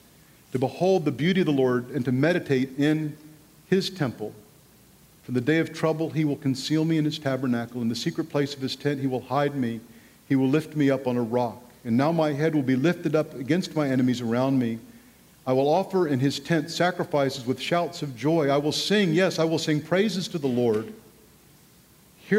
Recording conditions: live audience